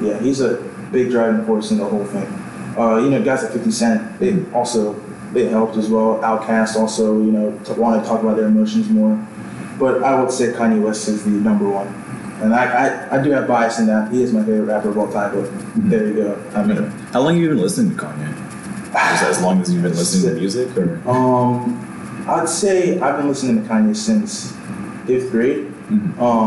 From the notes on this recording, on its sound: Bad Audio. Ironically with less than studio quality audio.